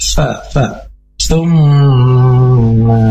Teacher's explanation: ujung lidah sedikit keluar menyentuh dan mendekati ujung gigi atas. Jadi jangan sampai berubah menjadi ta atau ta, tapi semua sedikit seperti digigit huruf sa, sa, summa, dan dihadapkan dengan mim bertasydid, artinya hukumnya gunnah dan harus diangkat atau didengungkan dua harakat. · Term: huruf ta